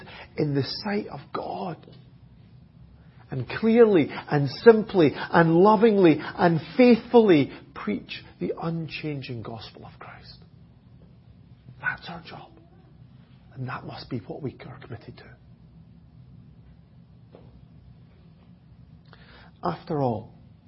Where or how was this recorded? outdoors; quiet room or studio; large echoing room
large echoing room